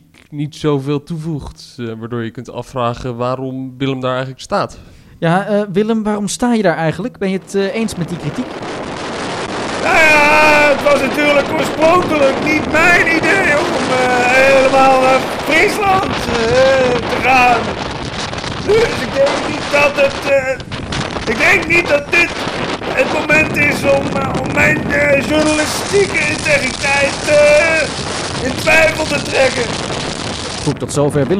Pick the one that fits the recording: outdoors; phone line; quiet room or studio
outdoors